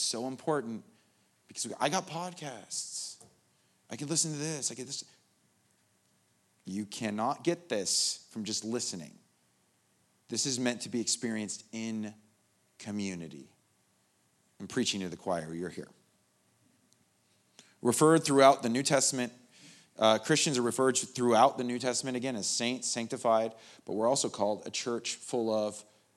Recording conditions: large echoing room